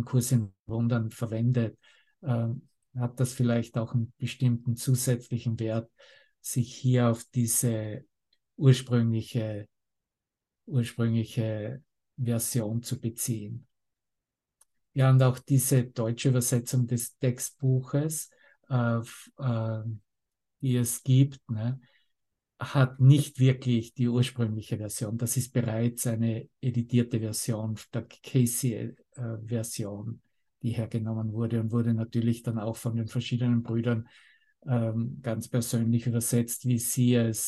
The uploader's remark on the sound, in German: Zoom-Session. Veranstaltet von der Aleph Akademie.